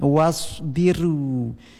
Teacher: lafadz ra di sini dengan tarqiq, karena sebelum ra tafkhim didahului huruf yang berbaris kasrah atau ya mati, maka ra dilafadzkan dengan tarqiq.